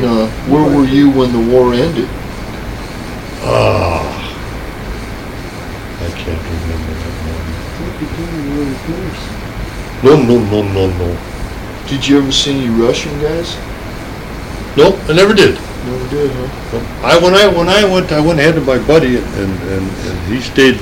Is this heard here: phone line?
no